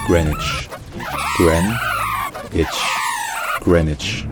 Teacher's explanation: Le W saute complètement. Donc ce n'est pas Greenwich, c'est juste Greenwich.